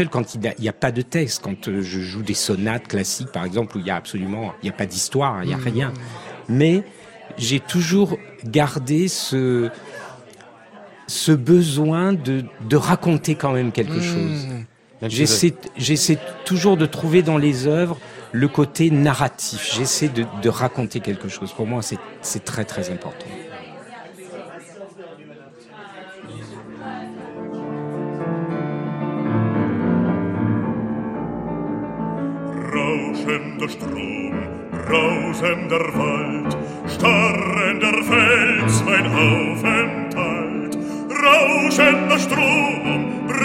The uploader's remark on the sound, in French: c'est en direct et en public depuis le bar de l'Hôtel Bedford à Paris